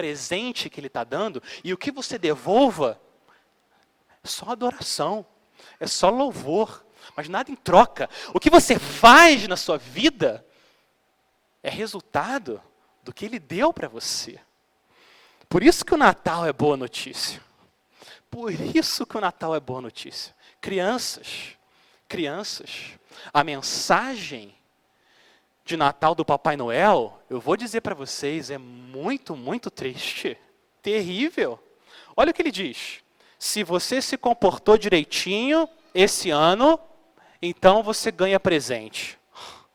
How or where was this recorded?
large echoing room